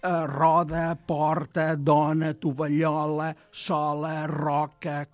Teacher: els mots plans, que la vocal tònica és una O oberta i que la vocal final és una A, aquesta A sona O. · Term: harmonia vocàlica